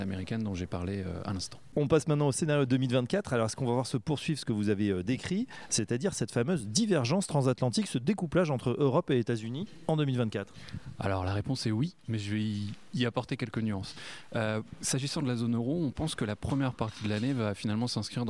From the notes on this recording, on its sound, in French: Enregistré le jeudi 18 janvier 2024 lors de la conférence annuelle d’Ecofi